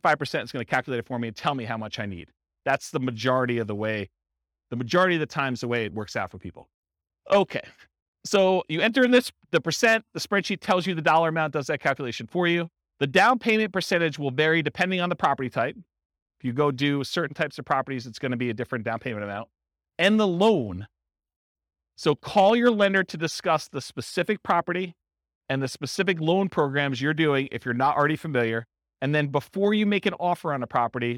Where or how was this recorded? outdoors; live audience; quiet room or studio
live audience